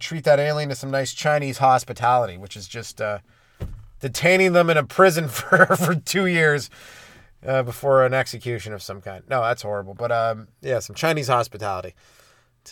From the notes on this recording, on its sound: This week its coming to live from the Comedy Padcast Studio headquarters in the front seat of my CRV parked in a driveway.